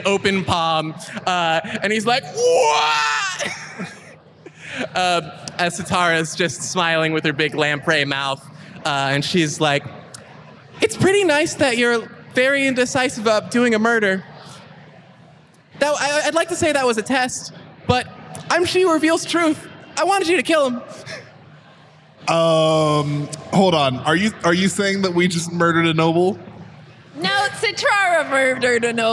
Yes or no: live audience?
yes